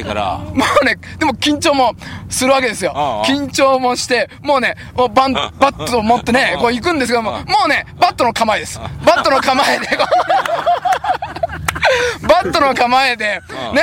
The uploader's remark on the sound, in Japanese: 長野県ビーナスラインの霧ヶ峰高原にて。バイクツーリングをして青空対談収録を開催いたしました。